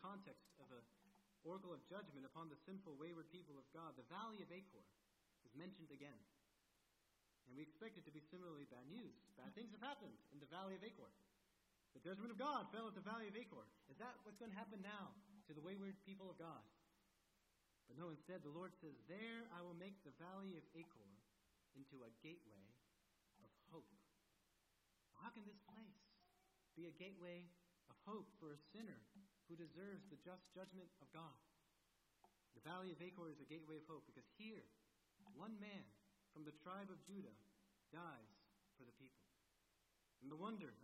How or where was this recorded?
large echoing room